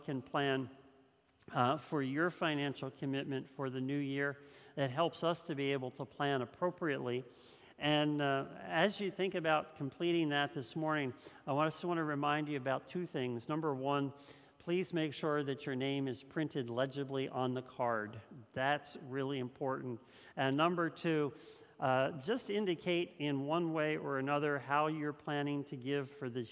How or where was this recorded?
large echoing room